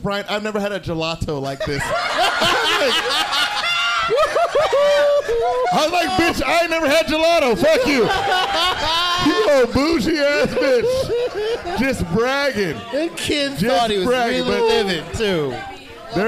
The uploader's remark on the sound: Live from the Factory Bar